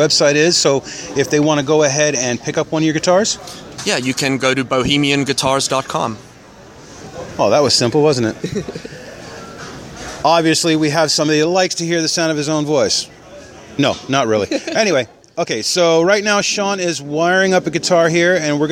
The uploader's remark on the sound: Interview Live at NAMM 2014 at Anaheim Convention Center